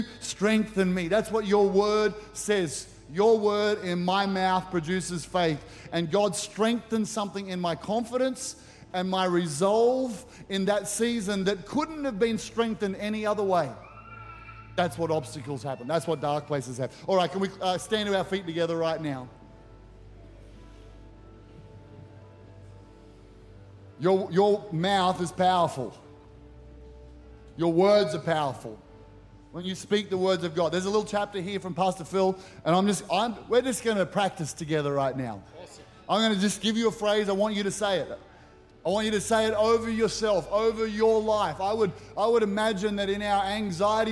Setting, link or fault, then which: setting, large echoing room